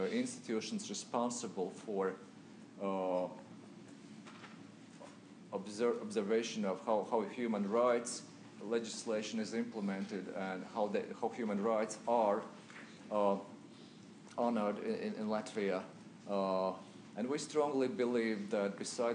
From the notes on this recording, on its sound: at the University of Washington on April 23, 2015